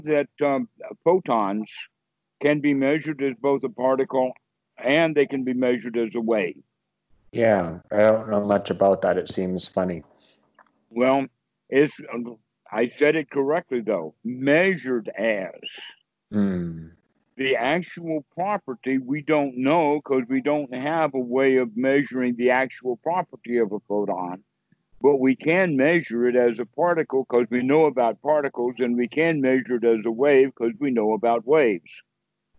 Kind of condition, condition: link, video call